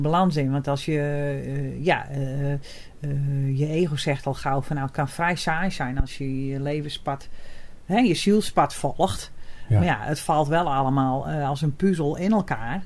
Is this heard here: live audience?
no